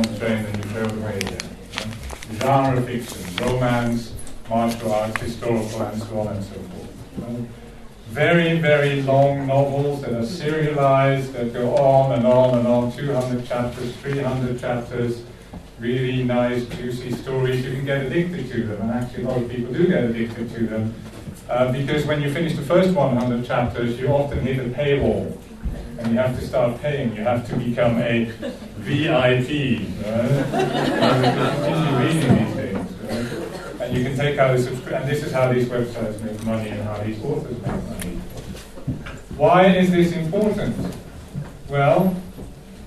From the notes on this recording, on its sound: LSE SU China Development Forum 2014. Held at LSE. Attended by over 400 delegates.